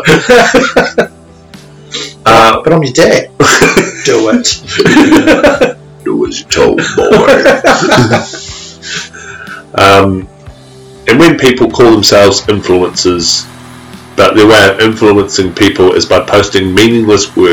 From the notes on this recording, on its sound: Due to alot of technical problems we are a day late at sounding a bit different but we are workong on fixing it.